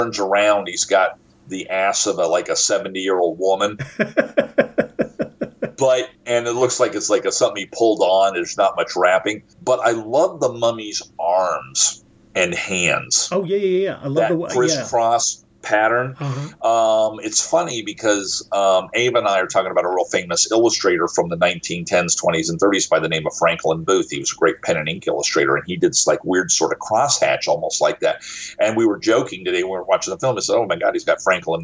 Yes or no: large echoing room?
no